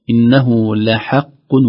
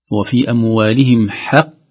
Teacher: ترقيق الحاء والحذر من تأثرها بالقاف المفخمة